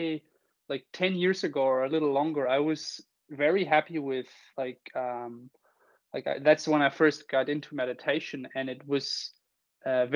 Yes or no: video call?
yes